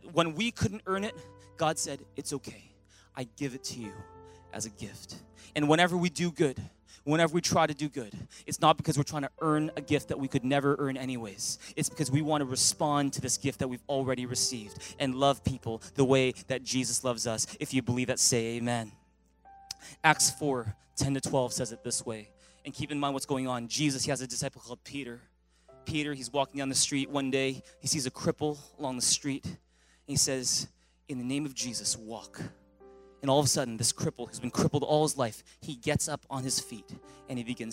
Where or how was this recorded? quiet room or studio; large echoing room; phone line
large echoing room